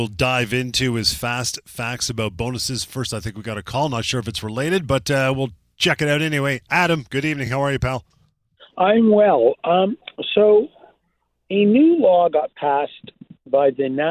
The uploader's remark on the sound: goes through all of these in addition to your phone calls